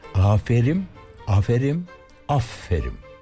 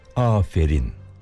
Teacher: Baştaki A uzun söylenecek. Sonra sondaki ünsüz harf M değil N olacak. · Shown in: second take